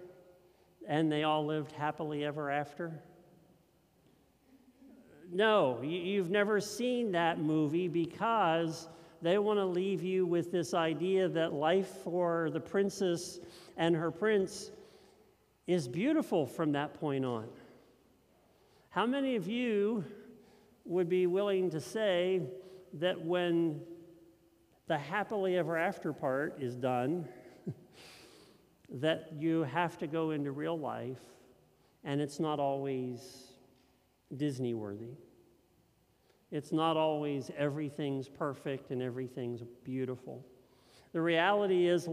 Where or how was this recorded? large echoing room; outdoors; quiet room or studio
large echoing room